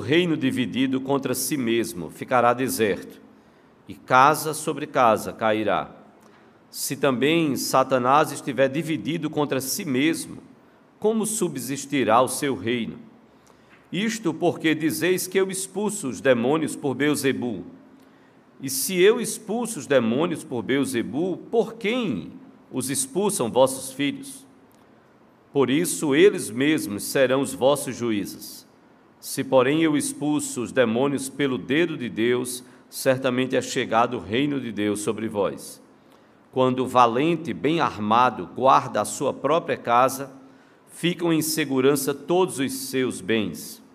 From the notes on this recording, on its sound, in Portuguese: no culto presencial e transmitido ao vivo